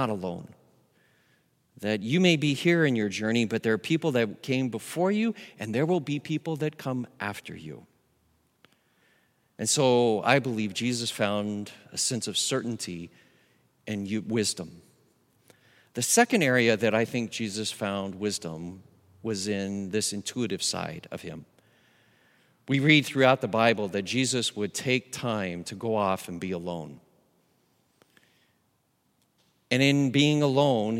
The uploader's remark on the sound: Recorded live at Beatitudes Church in Phoenix, AZ